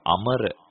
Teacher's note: අ කියනකොට කෙටි, ම කියනකොට කෙටි, ර කියනකොට කෙටි. එතකොට කෙටි මාත්‍රා තුනක්. මාත්‍රා තුනේ එකතුව තුනයි.